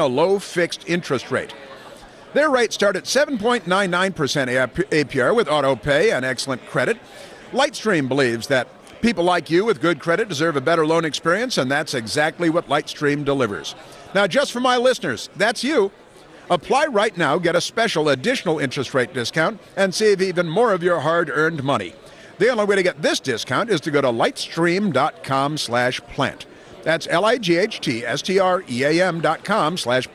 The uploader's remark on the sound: Broadcasting live from CPAC.